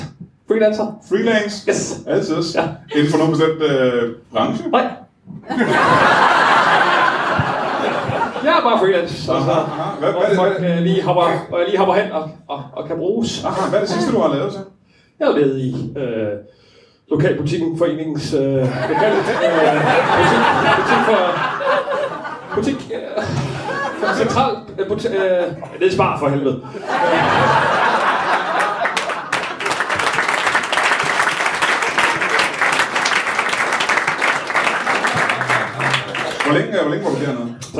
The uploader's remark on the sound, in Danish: LIVE fra Hanstholm Madbar